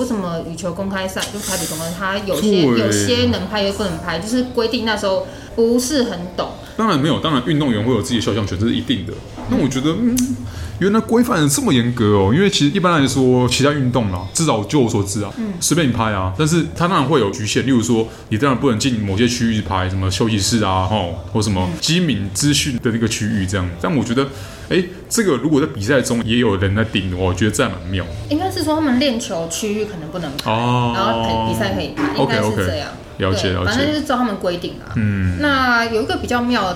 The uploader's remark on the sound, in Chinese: 本集白噪音指數：0/5。錄音地點： The Gathering Cafe 齊客咖啡。